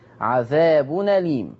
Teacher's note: بنقل حركه الهمزه للساكن، والساكن هنا التنوين · Term: النقل